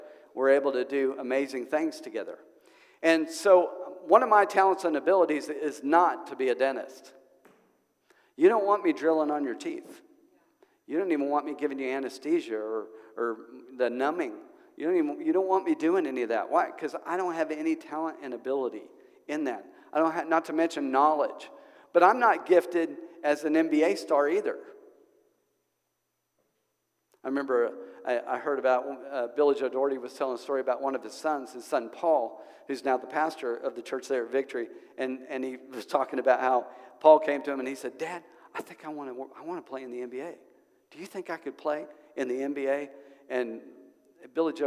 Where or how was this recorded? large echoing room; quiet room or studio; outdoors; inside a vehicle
large echoing room